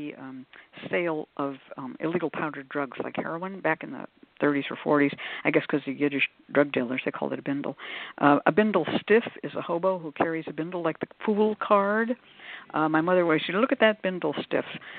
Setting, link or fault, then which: link, phone line